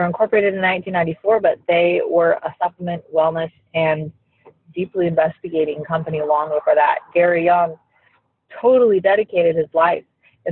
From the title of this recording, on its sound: Recorded from the Car!!! (Sketchy Audio Quality)